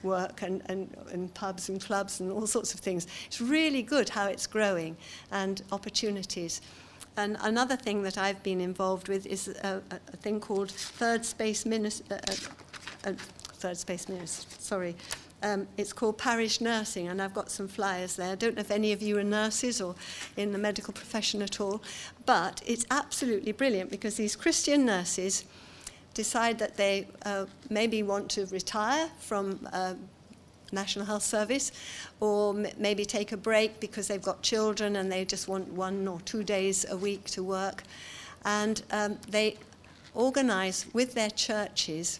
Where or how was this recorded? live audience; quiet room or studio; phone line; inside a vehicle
live audience